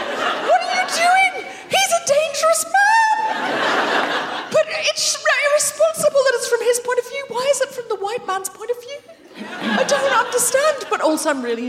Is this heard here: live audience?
yes